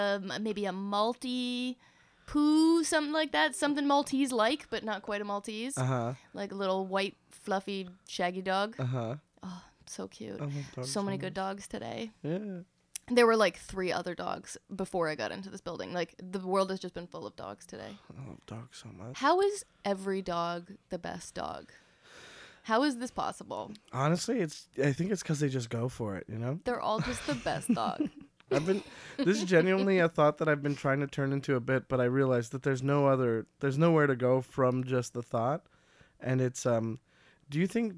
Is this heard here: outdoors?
no